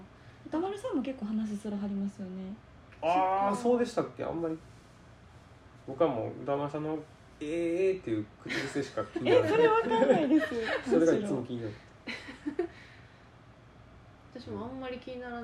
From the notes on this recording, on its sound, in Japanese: この音声配信を始めたきっかけで、ちゃんと耳鼻科通おうと思えました。もう鼻のすすり音からは卒業したい。音量とか雑音とかお聞き苦しい点があれば。